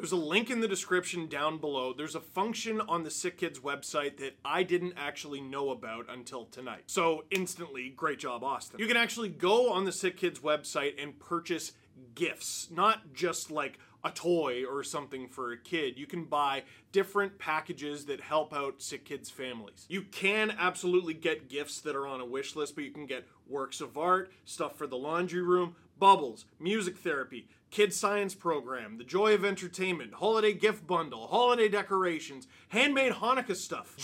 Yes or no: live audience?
no